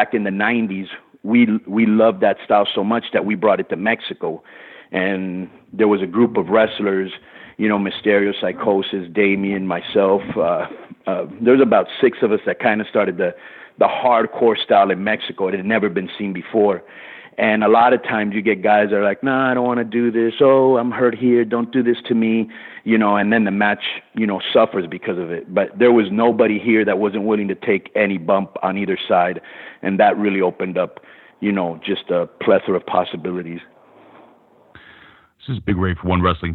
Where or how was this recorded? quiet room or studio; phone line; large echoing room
phone line